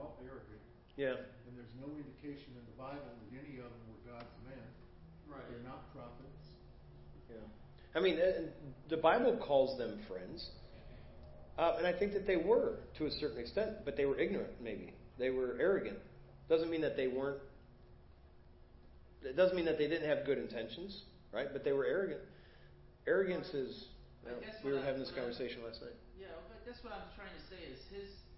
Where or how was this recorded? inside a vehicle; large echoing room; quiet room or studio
large echoing room